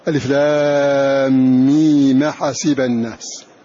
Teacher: فهنا هناك همزة مفتوحة وقبلها ساكن صحيح وقع آخر الكلمة الأولى فننقل حركة الهمزة إلى الساكن قبلها